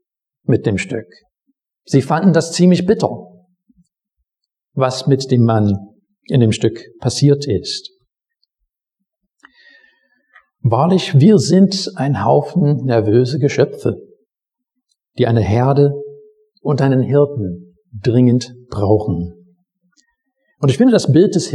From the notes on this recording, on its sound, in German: Predigt aus dem Gottesdienst